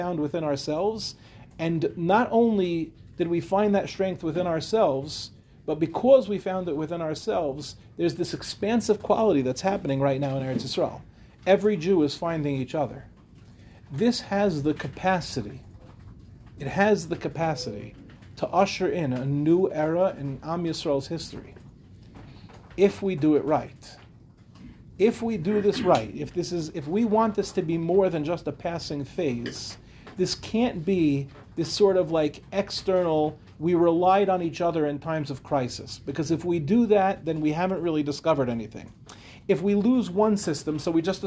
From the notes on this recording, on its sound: This shiur, delivered in Yeshivat HaKotel for the newly formed Acheinu program